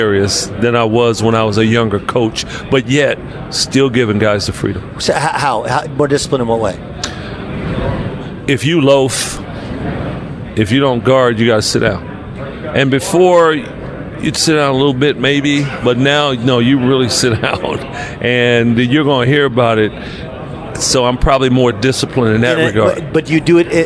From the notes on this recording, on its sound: from the Western Coast Conference media day